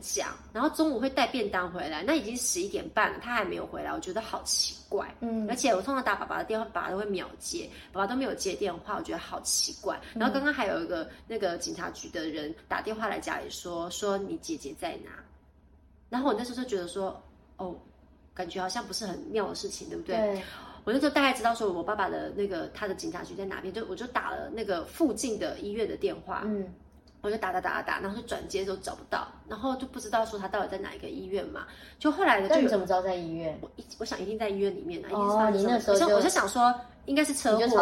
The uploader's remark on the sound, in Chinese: 本集不是在錄音室錄製，有點空間感